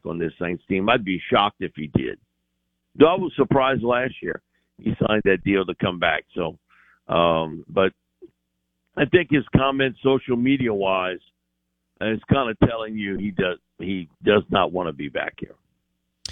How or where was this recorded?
phone line